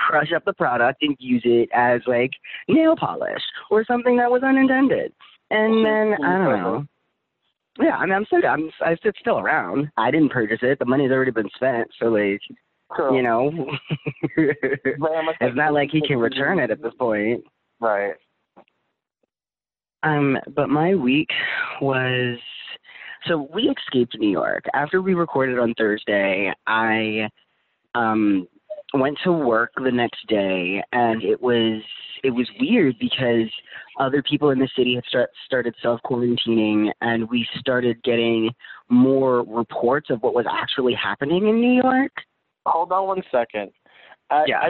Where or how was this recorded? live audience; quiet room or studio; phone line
phone line